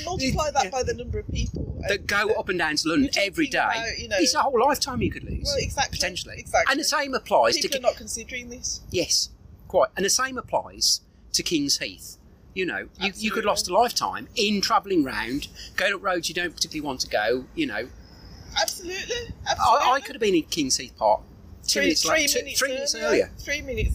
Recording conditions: poor microphone